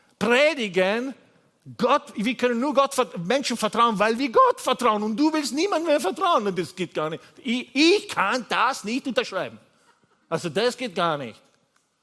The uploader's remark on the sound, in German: Gottesdienst live aus der LIFE Church Wien.